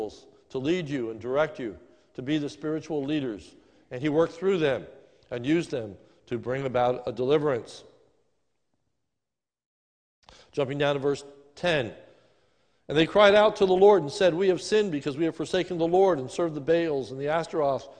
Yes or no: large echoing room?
yes